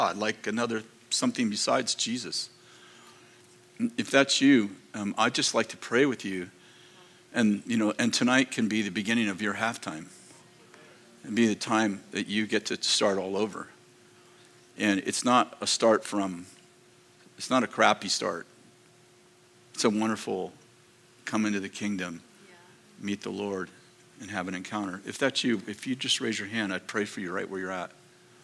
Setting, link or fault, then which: setting, large echoing room